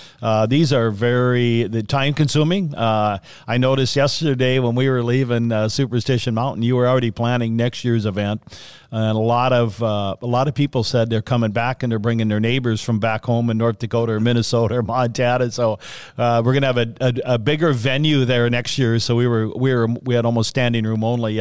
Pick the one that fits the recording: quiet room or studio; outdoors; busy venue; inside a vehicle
busy venue